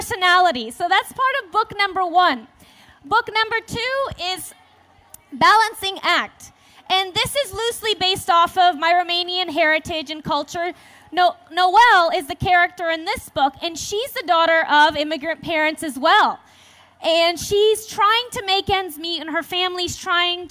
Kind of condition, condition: setting, live audience